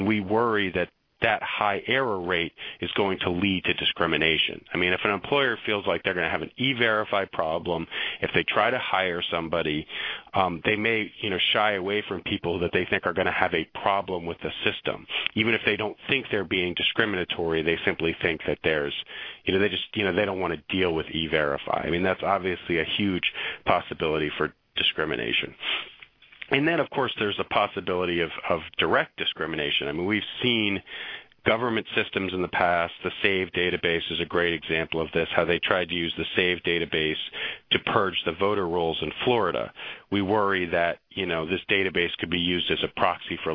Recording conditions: phone line